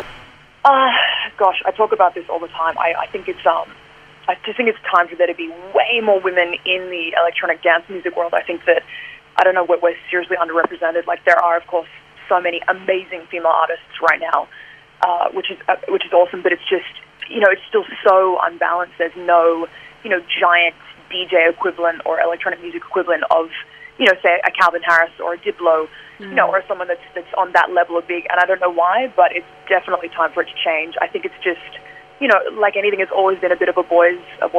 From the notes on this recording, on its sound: got on the Housemates phone line